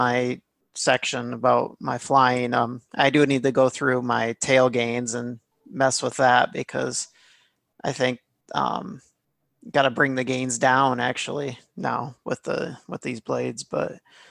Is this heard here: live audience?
no